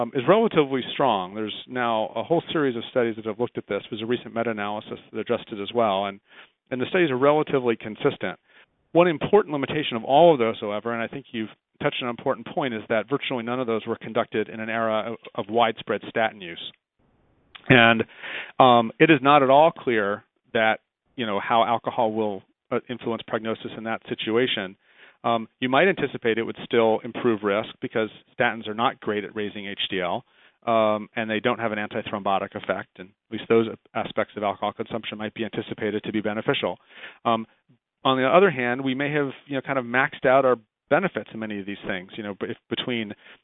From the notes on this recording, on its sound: July 2010 Author in the Room® Teleconference